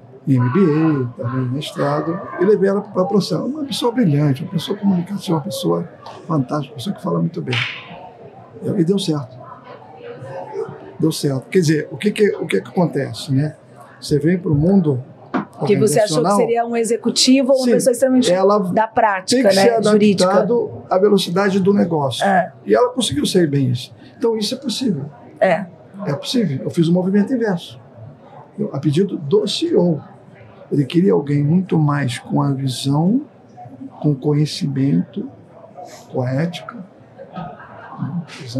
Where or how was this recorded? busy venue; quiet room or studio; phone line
busy venue